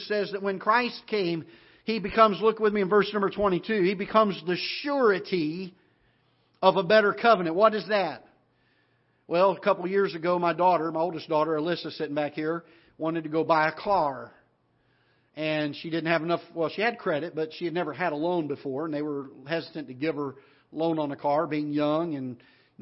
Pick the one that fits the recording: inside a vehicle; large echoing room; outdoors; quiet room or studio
large echoing room